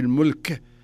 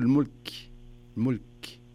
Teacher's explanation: الكاف هذا من حروف الهمس زين وليس من حروف القلقلة · Shown in: second take